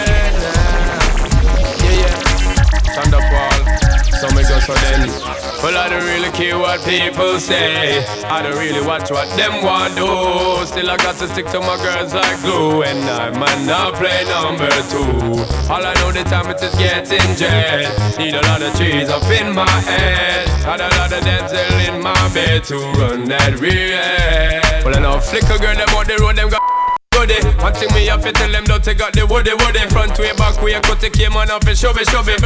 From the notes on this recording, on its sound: Recorded live on the fly, turntables bumping & all 7pm Jan 1 2016 at SOUL OF SYDNEY. SOUL OF SYDNEY NYD 2016 - BACK ROOM Recorded live on the fly, turntables bumping & all.